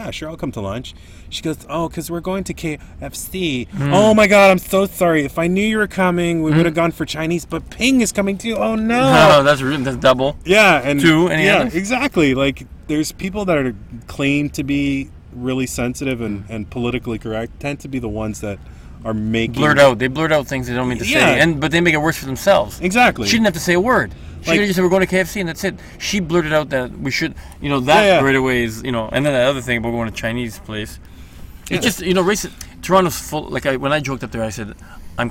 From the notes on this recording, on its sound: sits down in the car studio